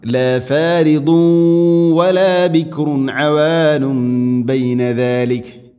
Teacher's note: അതോടൊപ്പം തൻവീനു ശേഷം വ എന്ന അക്ഷരം ഇവിടെയുണ്ട്, ഇദ്ഗാം ബിഗുന്ന. തൻവീനിനെ വ എന്ന അക്ഷരത്തിലേക്ക് ഇദ്ഗാം ചെയ്യണം, കൂട്ടി ലയിപ്പിച്ച് മണിച്ചുകൊണ്ട് ഉച്ചരിക്കണം. ല ഫാരിദു വല ബിക്റുൻ അവാനു ബൈന ദാലിക്, ഇവിടെ മണിച്ചുകൊണ്ട് ഉച്ചരിക്കണം.